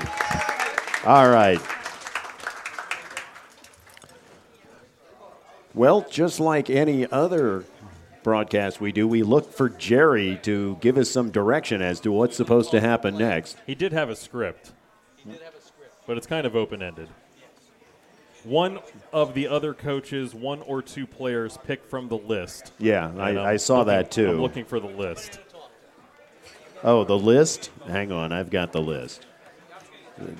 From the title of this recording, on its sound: The Exeter Football Roundup LIVE from The New Bertie's Inn